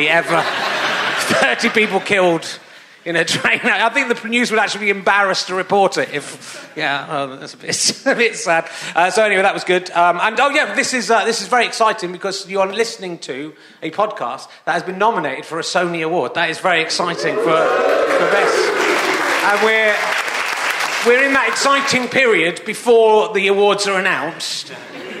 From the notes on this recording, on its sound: it's at the Machynlleth Comedy Festival in Wales and is at the packed Y Tabernacle.